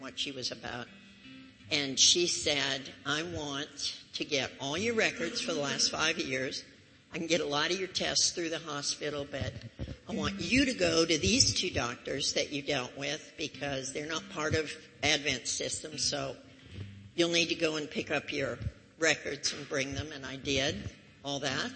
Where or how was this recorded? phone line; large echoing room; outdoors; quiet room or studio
large echoing room